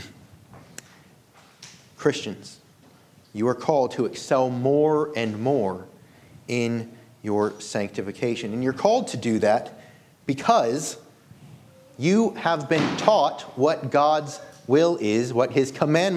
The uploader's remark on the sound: This sermon was delivered on March 19, 2023 at Antioch Presbyterian Church. At Antioch Presbyterian Church, a mission work of Calvary Presbytery of the Presbyterian Church in America located in Woodruff, South Carolina.